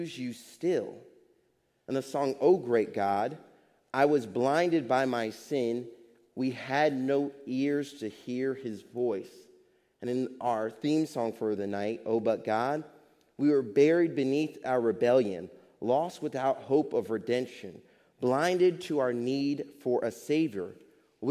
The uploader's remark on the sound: Faith Baptist Church in Hamilton, NJ.